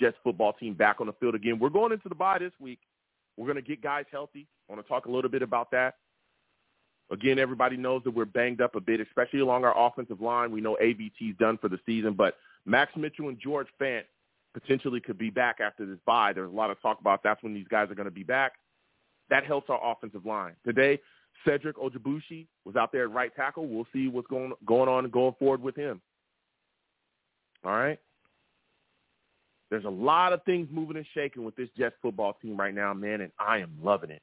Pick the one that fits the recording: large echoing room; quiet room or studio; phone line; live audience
phone line